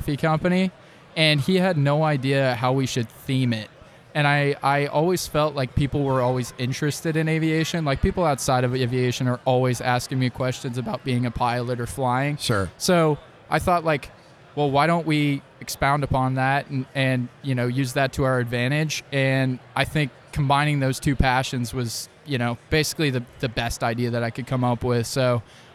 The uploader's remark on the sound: live from TPNx